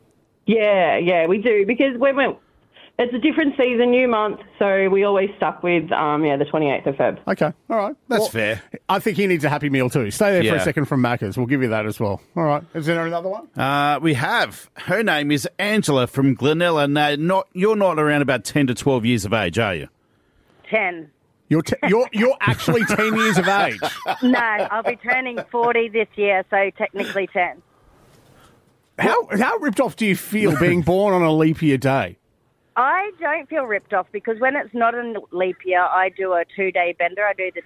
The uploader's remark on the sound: on the phone from Nashville